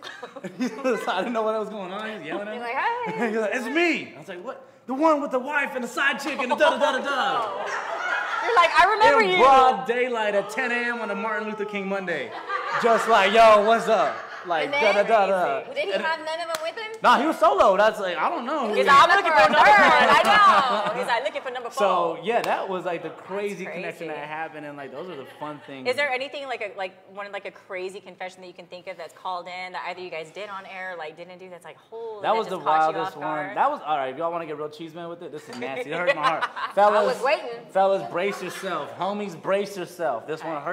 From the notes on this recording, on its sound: With our LIVE audience from Jokesters Pub N Grub.